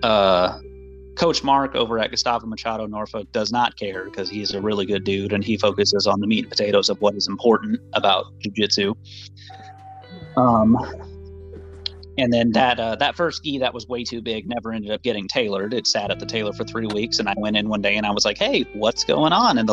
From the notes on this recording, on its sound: Just out driving around St. Petersburg that I get on the line and talk to a few people.